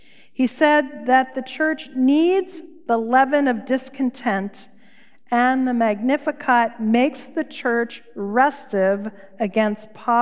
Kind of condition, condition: setting, large echoing room